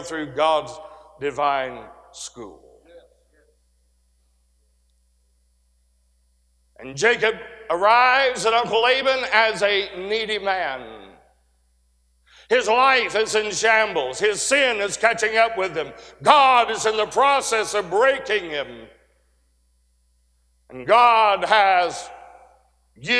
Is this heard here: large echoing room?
yes